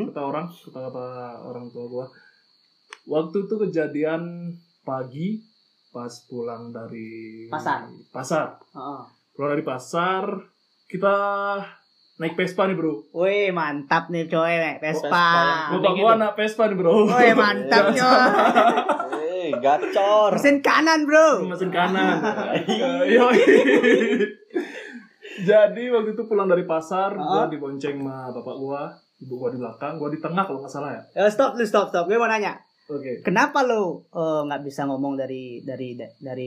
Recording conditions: poor sound quality